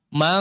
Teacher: Kalau eng itu cenderung dia mengalirkan seluruh suaranya lewat hidung, khayshum. Mang, jadi mulut ditutup pun masih eng bunyinya, mang, itu eng.